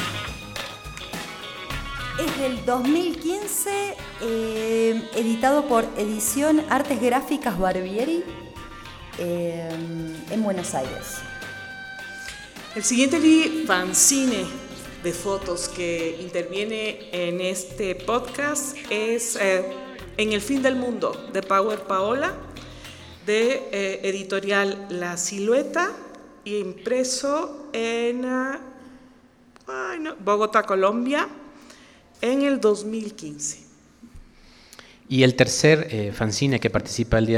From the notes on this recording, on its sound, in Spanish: Este episodio especial fue grabado en vivo